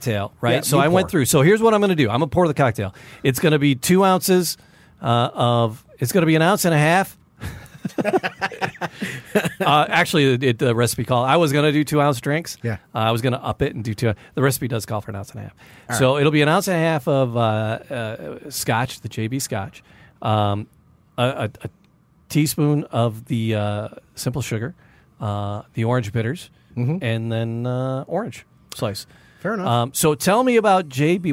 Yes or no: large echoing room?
no